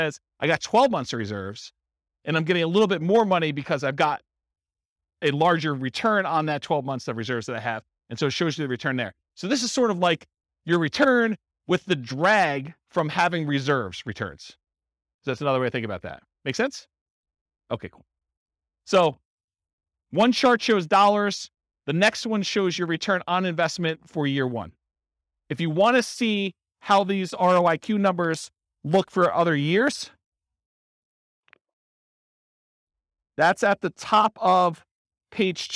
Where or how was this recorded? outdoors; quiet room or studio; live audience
live audience